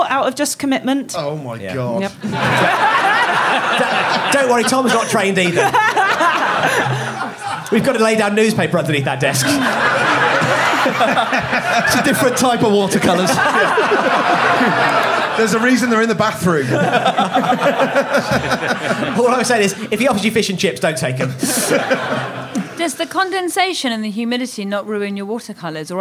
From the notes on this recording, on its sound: Recorded live at The Phoenix in Cavendish Square.